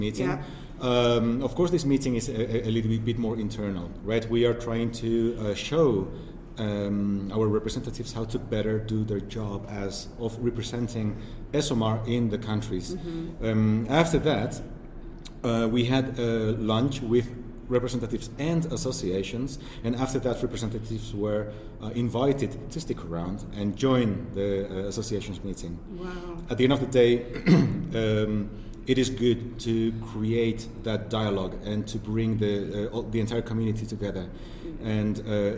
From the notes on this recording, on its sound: At our ESOMAR Latin America Conference in Mexico City, as we interview speakers from the event. The interviews will be conducted in Spanish, Portuguese, and English.